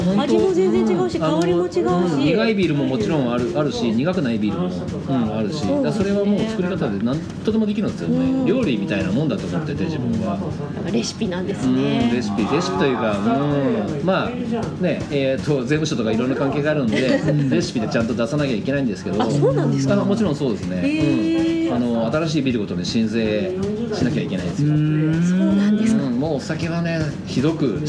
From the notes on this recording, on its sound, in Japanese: 公開収録しています！お客さん元気！